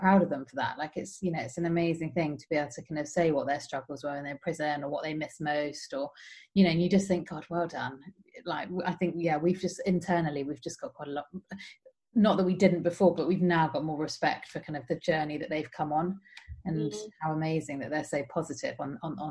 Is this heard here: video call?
yes